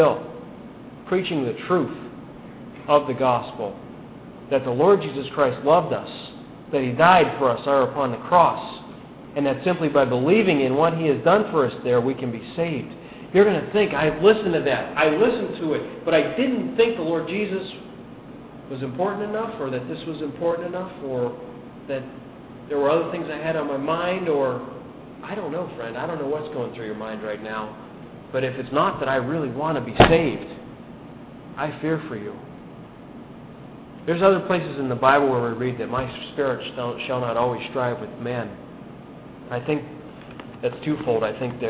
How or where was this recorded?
large echoing room